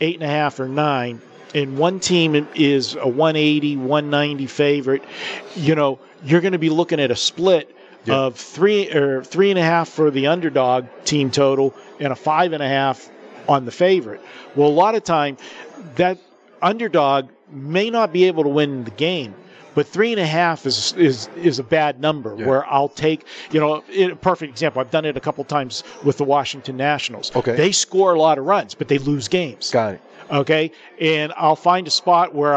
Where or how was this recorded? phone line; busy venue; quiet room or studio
busy venue